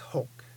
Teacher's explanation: Starts with an H, ends with an unexploded K. Short O, and again a pure O.